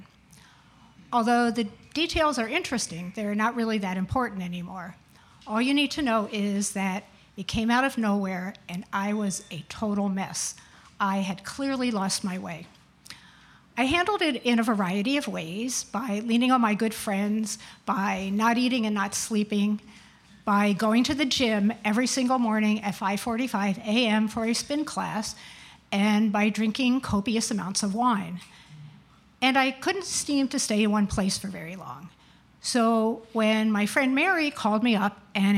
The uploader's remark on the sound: Where we feature select stories from our monthly open mic storytelling events in York, Pennsylvania. Ten storytellers shared their stories with our audience at Archetype Pizza in downtown York.